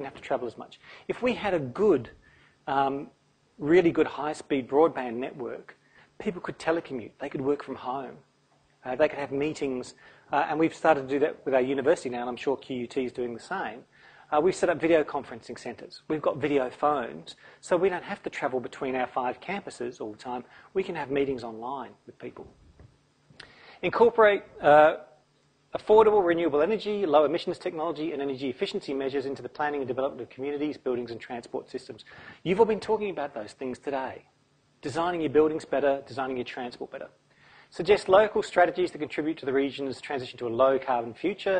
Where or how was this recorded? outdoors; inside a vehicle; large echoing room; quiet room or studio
large echoing room